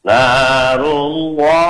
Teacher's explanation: Lam jalalah, jadi narullah. Jadi yang ditazlid itu lamnya dibesarkan, ditebalkan, bukan narullah pakai wawu.